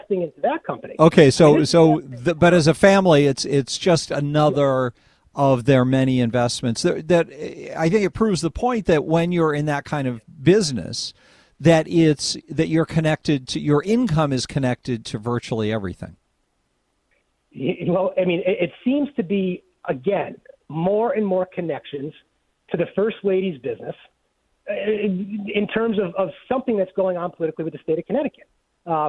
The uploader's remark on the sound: Then, we play RANTS and take phone calls.